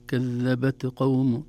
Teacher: الهمس في التاء خروج هواء يسير وليس كثير